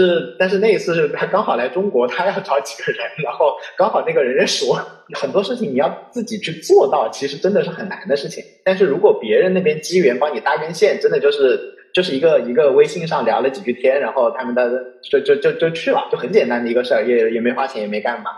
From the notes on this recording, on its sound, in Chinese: 本期收音环境不佳，建议尽量公放、或将耳机音量调低一点点收听。